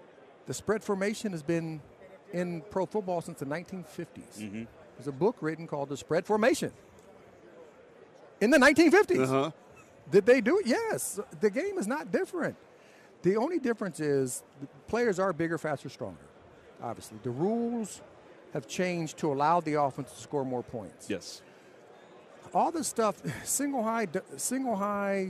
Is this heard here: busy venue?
yes